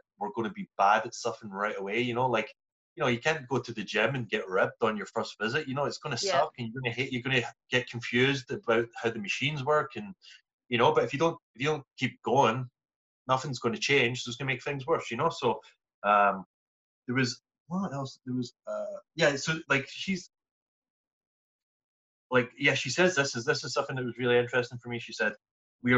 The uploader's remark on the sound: reunite over zoom